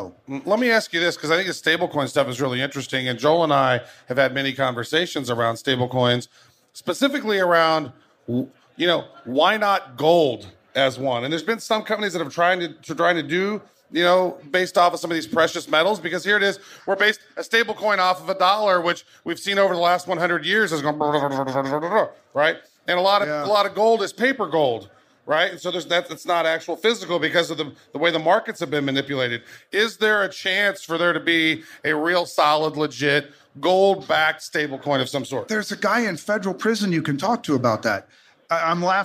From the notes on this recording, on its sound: What do you get when you cross 2000 crypto geeks with Las Vegas? Coming to you live from World Crypto Con 2019!